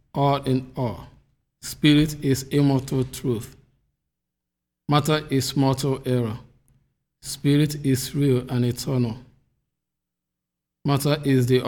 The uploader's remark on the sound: The Sunday service audio from April 18th, 2021